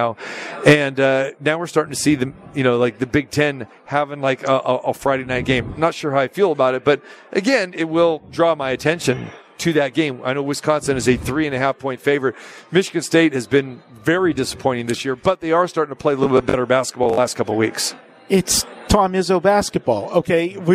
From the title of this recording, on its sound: Live from the Super Book at Westgate Las Vegas